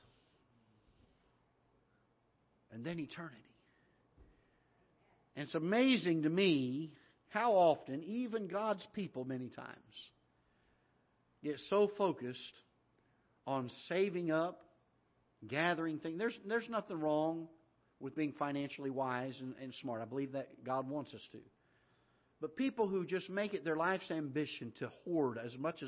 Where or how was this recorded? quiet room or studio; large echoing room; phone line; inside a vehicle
large echoing room